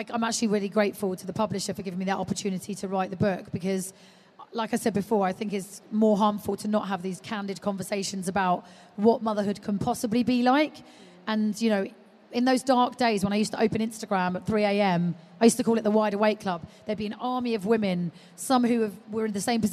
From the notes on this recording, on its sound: live from the Baby Show